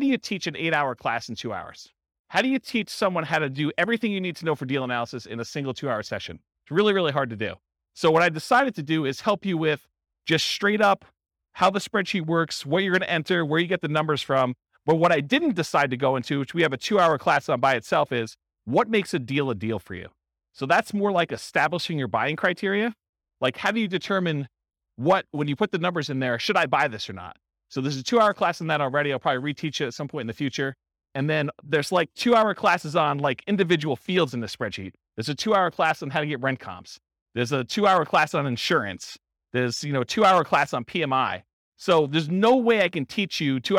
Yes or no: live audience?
yes